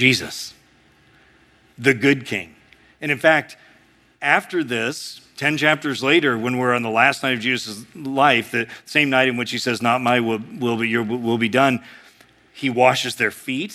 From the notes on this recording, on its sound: A sermon preached at Sojourn East